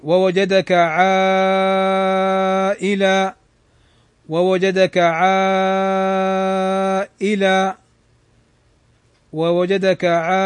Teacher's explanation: ألف أتت بعدها الهمزة في كلمة واحدة، فهذا مد واجب متصل يمد بمقدار 4 حركات إلى 5 حركات، ويجوز 6 عند الوقف.